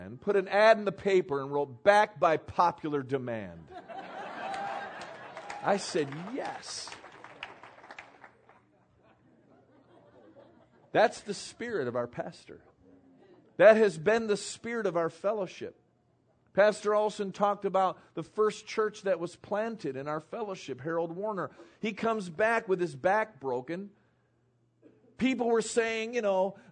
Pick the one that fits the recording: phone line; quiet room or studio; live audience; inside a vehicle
live audience